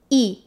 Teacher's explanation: it always sounds exactly like E in English, except that it's shorter.